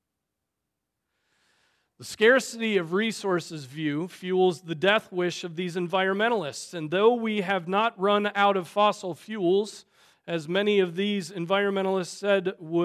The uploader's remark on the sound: Preached on February 4, 2024 at Trinity Presbyterian Church (Evangel Presbytery) in Spartanburg, SC.